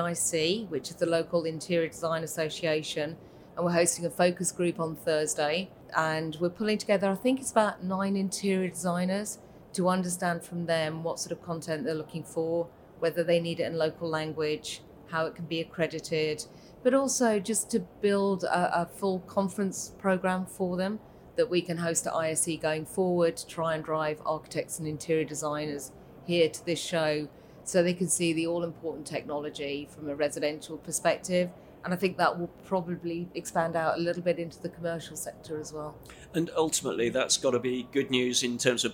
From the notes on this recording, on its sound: Recorded at ISE 2024.